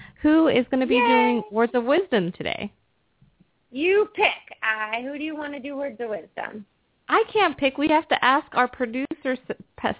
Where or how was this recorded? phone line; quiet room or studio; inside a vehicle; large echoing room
phone line